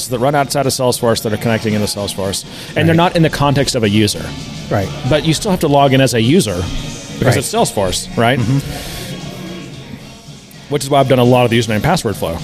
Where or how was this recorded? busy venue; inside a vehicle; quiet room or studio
busy venue